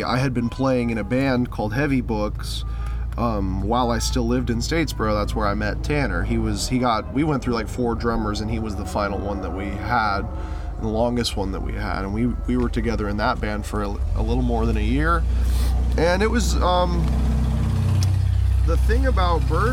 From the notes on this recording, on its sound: Someone practicing their trumpet in the distance as we talk on New Orleans streets.